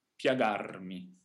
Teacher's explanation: In the word piagarmi, the letter I here is pronounced as a J glide in phonetic transcription. · Piagarmi, ecco, qui vedo che qui è scritto questa I, questa J, nella trascrizione fonetica, perché questa I è intesa come I consonantica, è una I molto veloce, non bisogna fermarsi sulla I, la voce scorre immediatamente sulla A. Piagarmi, non pia, ma pia, piagarmi.